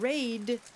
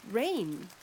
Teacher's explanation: when you change the manner of articulation of the last segment in raid from oral stop to nasal, you go from raid to rain